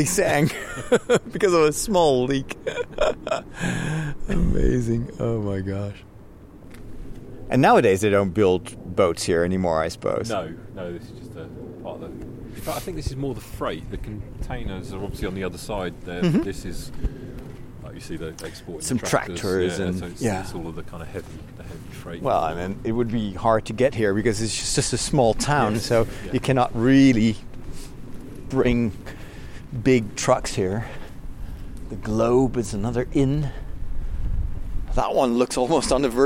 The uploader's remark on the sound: From London to Rotterdam. Recorded on the streets, in the underground, on the train, in the car and on the boat!